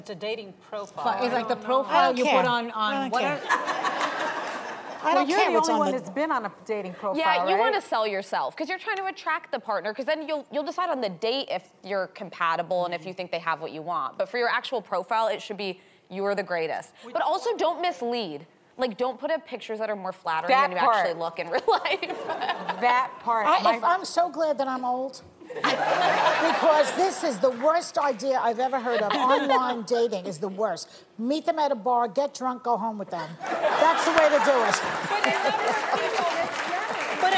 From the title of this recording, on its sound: The Co-Hosts Answer Studio Audience Questions!